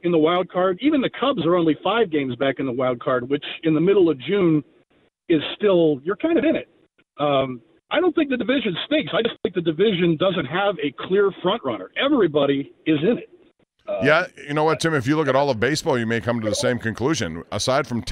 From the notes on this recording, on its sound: In this hour, many fans call